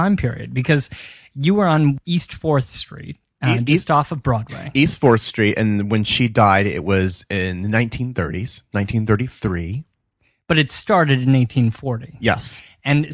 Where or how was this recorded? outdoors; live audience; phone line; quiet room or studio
quiet room or studio